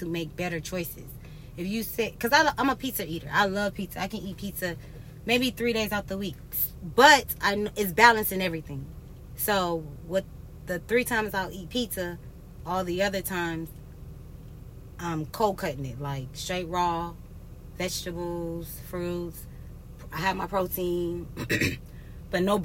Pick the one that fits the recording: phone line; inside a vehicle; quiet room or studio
inside a vehicle